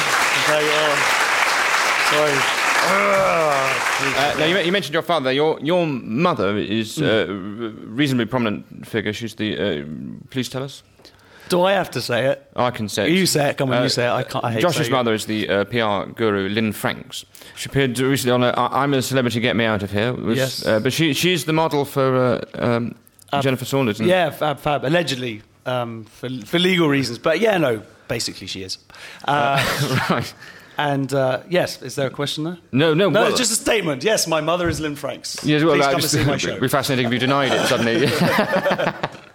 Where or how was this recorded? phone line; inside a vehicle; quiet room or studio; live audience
live audience